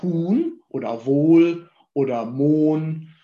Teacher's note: Wir haben aber keinen festen Anschluss von Vokal an den folgenden Konsonanten N.